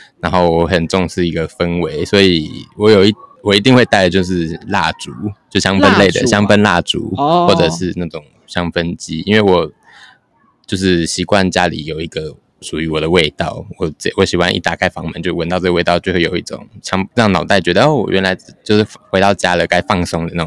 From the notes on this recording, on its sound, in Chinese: 台北市大安區空總臺灣當代文化實驗場。現場搭帳篷邀請觀展民眾入內錄音的空總展場特別節目。